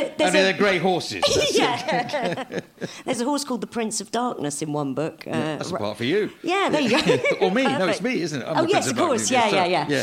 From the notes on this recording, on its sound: This episode was recorded live at the Leicester Square Theatre, London.